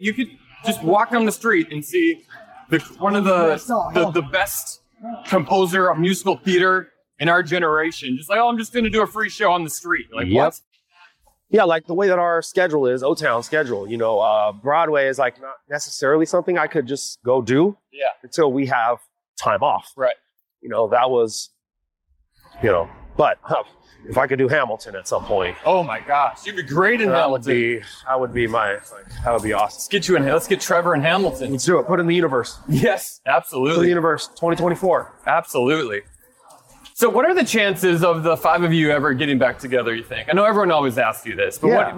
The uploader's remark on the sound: While walking around the streets of New York City.